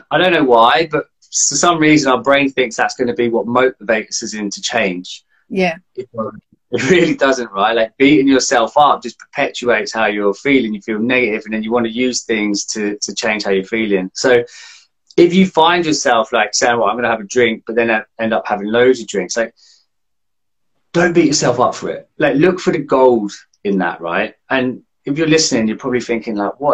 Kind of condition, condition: link, video call